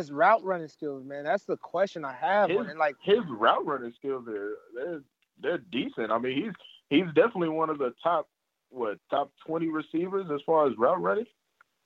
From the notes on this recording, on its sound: The boys get on the phone. First 8 minutes had too much static.